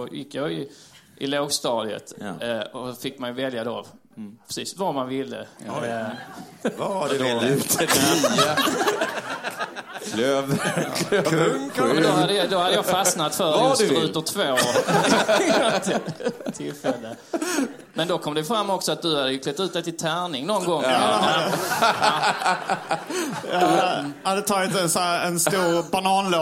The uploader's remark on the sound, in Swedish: spelades in live på Scalateatern